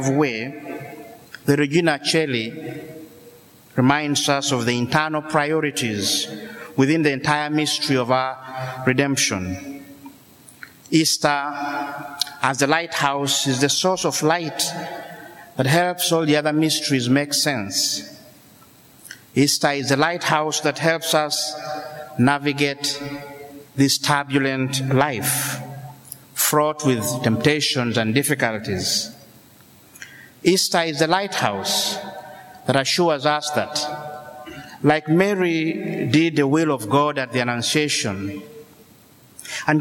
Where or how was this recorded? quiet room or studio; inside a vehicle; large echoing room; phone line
large echoing room